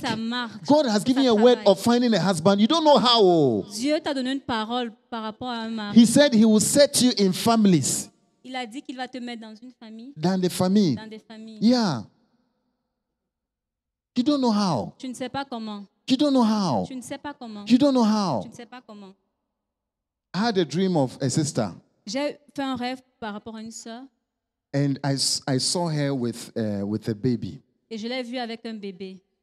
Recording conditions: large echoing room